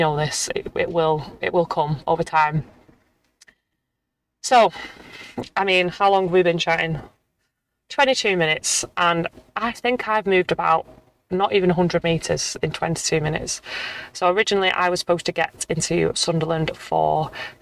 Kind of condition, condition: setting, inside a vehicle